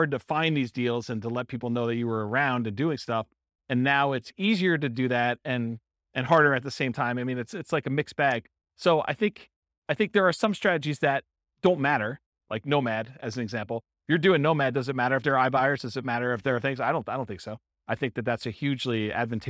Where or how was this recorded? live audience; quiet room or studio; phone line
live audience